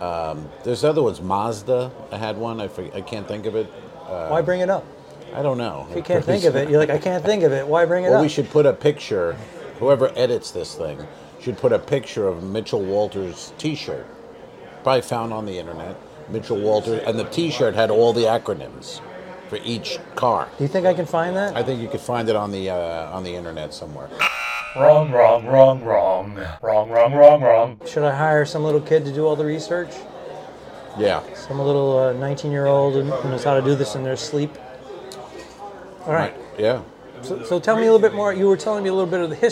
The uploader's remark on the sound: LIVE from Grand Cathedral Cigar Lounge in Ybor City, Florida. The boys smoke cigars in a lounge and bitch about things.